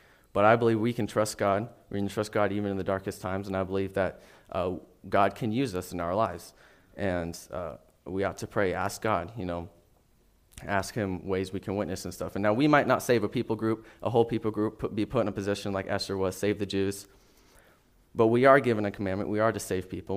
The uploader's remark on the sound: NOTICE: This message was originally taught and recorded at Solid Rock Bible Church.